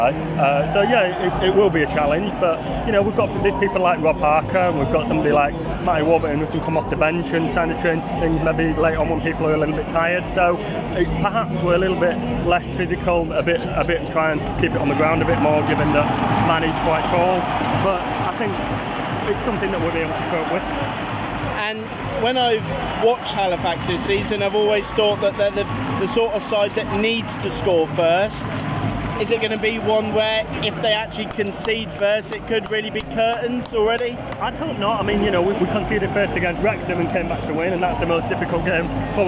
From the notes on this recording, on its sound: head to Wembley for the FA trophy final